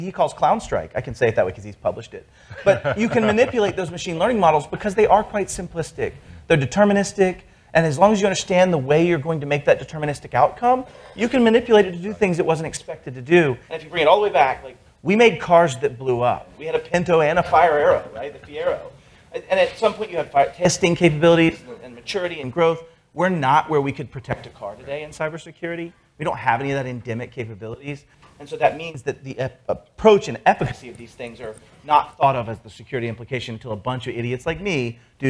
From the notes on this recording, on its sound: Three MSP security and business experts for a Q&A panel in front of a live audience!